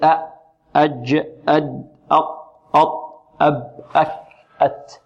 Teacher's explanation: هذه الحروف كلها انحبس عندها الصوت · Term: انحباس الصوت